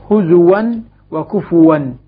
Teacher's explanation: حفص يبدل الهمزة واوا في حالة الوصل والوقف